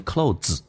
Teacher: Clothes 经常会把一个咬舌音加一个 z，会变成一个 d 加个 z